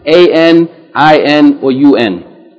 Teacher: you're going to pronounce that vowel, dhamma, kasra, or fatha, as though there's a noon, an N written with it. So you're going to pronounce it A-N, I-N, or U-N. · Term: tanween